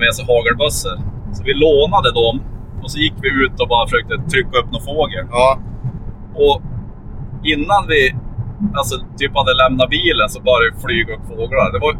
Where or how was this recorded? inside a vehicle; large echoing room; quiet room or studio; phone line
inside a vehicle